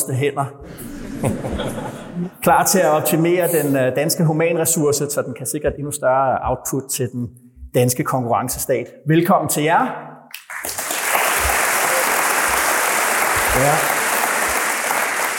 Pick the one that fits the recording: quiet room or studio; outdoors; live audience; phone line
live audience